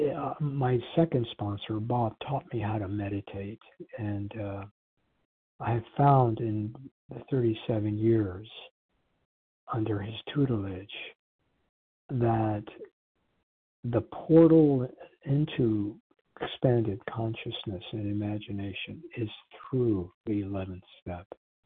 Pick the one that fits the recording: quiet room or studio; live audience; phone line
phone line